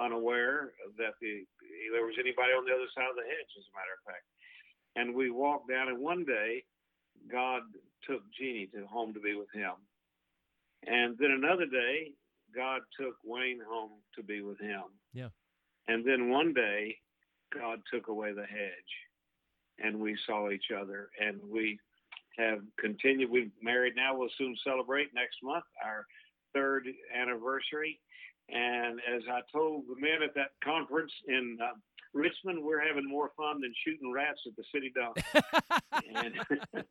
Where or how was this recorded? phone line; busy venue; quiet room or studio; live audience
phone line